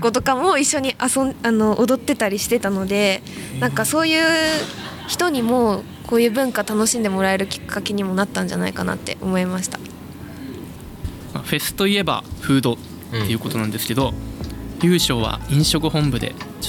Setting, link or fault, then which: setting, busy venue